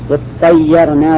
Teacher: نعم، فأدغمت الساء في الطاء، ولما أدغمت الساء في الطاء صار الحرف الأول منهما ساكنا، ولاحظوا أنه أيضا بعد الإدغام قلبت التاء طاء، والساكن ما يمكن الابتداء به، ما يمكن الابتداء به، فاجتلبت الهمزة لتسهيل النطق به، ولهذا قال المؤلف واجتلبت همزة الوصل، واجتلبت همزة الوصل شو لاجله؟